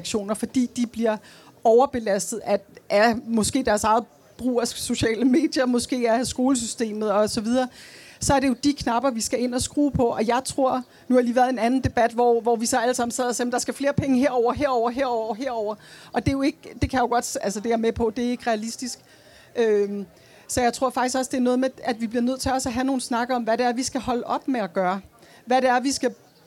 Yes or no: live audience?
yes